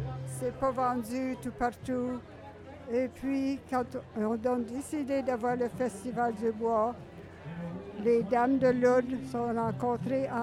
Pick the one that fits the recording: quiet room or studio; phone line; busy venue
busy venue